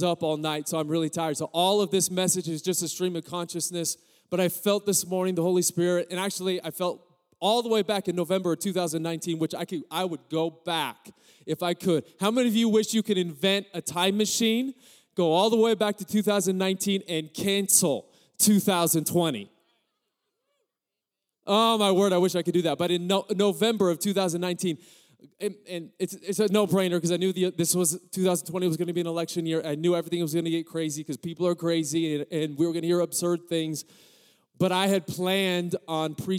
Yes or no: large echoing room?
yes